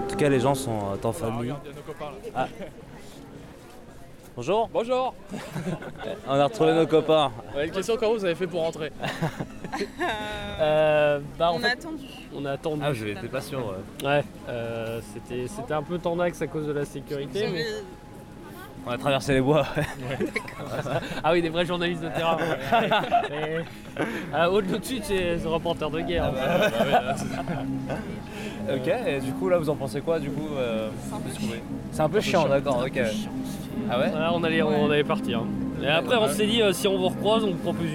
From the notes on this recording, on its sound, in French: Une promenade à Berlin. Nous y étions et vous partageons cette journée en immersion dans les espaces de fête et de mémoire berlinoises.